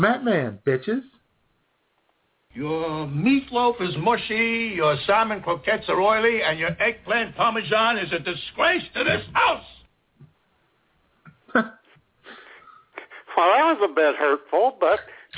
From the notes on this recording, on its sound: All that plus your phone calls.